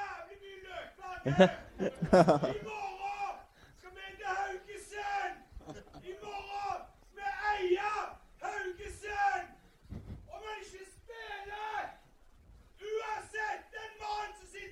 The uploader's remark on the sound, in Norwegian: Vikingpodden LIVE del 2 – 15. sep. 2023. Andre del av Vikingpoddens liveshow fra 15.